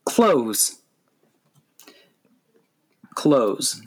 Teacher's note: The word has one syllable. The E is silent and the S makes a Z sound. Be careful not to say clothe is.